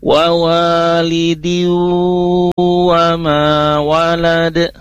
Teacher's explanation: ada gunnah di situ, idgham bi gunnah, yaitu din wa walidin ya, kasrah tanwin bertemu dengan huruf waw sehingga dilafazkannya wa walidi wa ma walad, seperti itu ya.